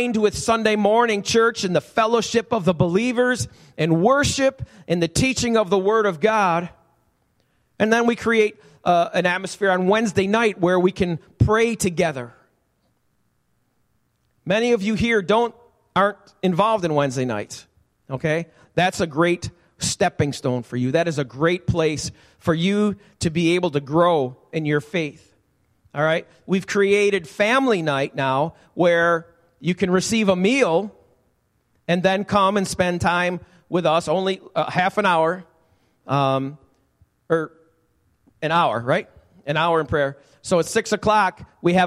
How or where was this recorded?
large echoing room